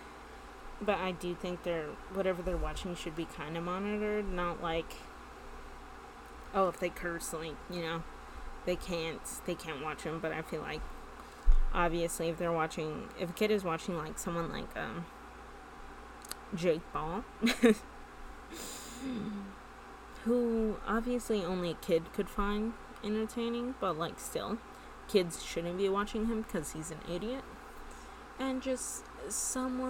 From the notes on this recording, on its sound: I had a mic this time but I still talked too softly